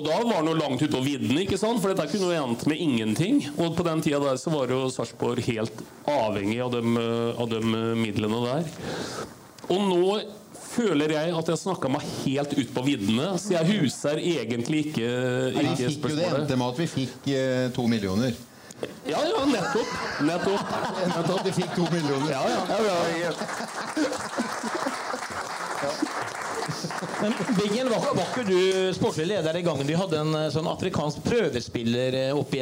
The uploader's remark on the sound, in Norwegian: Oppsummerte fotballåret 2023 med en live-fotballpodkast på Olsen Pub.